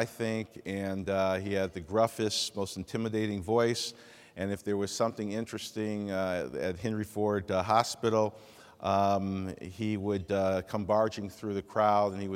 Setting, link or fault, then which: setting, large echoing room